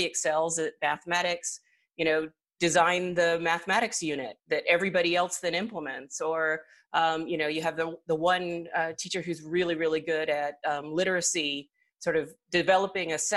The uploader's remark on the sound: Webinar recording.